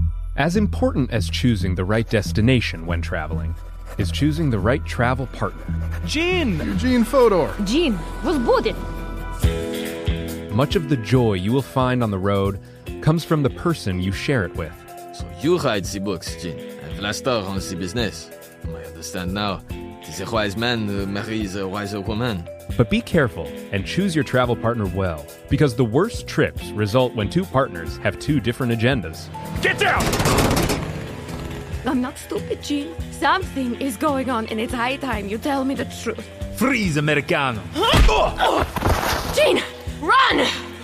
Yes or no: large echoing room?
no